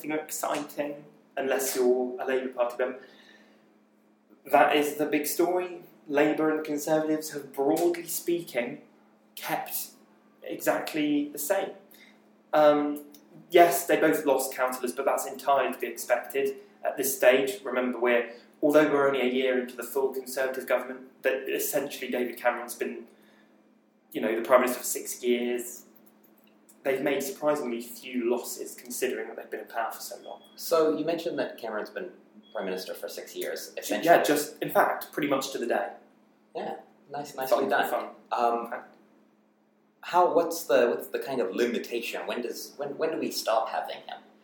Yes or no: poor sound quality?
yes